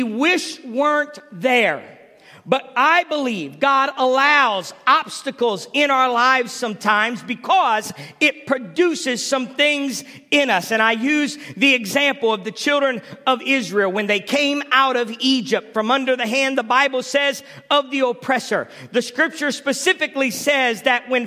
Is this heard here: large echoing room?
yes